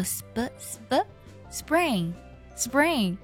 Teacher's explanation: Spring is the time when everything begins to grow again, including hope.什么意思呢？这句话呢其实比较短。Spring 这个单词呢是春天的意思，拼作 S-P-R-I-N-G。Spring 呢我听很多同学都特别容易发成 spring。要特别注意啊，这里的字母 P 要浊化成 b 的音